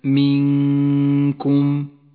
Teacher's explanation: تخفى النون بحرف الكاف مع بقاء غنة للنون من غير تشديد · Term: الإخفاء